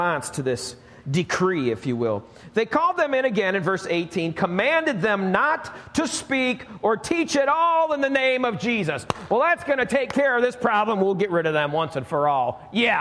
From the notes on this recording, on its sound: Recorded live at Alabama Full Gospel Fellowship - The Lighthouse. Join us live each week at Alabama Full Gospel Fellowship, 5329 Gravel Rd., Medina, New York 14103.